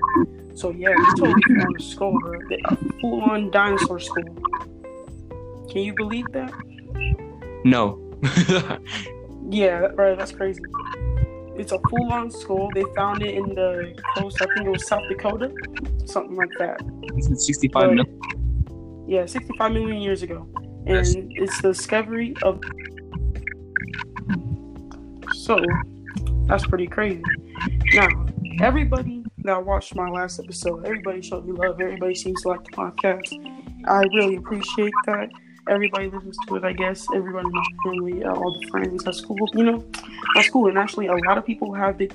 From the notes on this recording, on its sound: Sorry if there is a lot of glitchy noises in the background